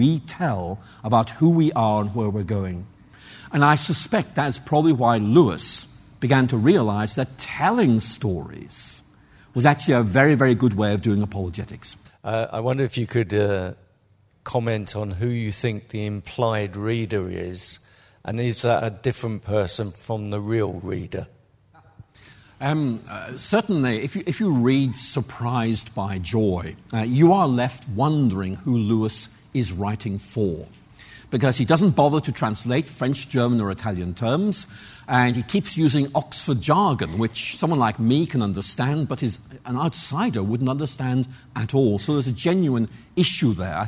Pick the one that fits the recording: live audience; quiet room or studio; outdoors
live audience